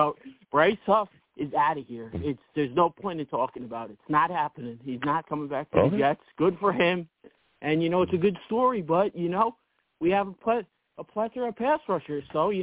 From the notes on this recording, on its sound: I take live callers!